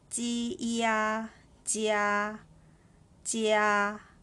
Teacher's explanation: Jia has J as a consonant and the compound vowel is I and A, pronounced as ia. And with the first tone put above letter A.